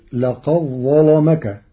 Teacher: قرأ ورش كلمتي لقد ظلمك بإدغام الدال في الظاء، فتصير لقد ظلمك مع تغليظ اللام لوقوعها بعد الظاء المفخمة.